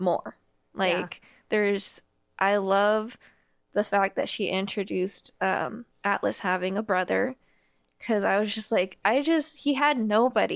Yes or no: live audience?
no